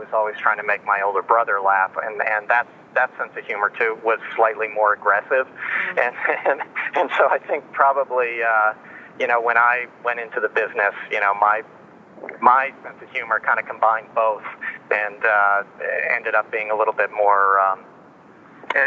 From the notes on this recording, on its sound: By phone. Cassette recorder.